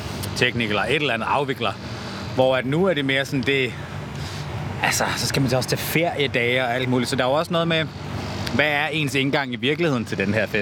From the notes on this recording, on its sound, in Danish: 30-årskrisen er på Roskilde Festival. Han søger dog ikke campingpladsen og ølbongene, men holder sig til sin campingvogn og koncerterne.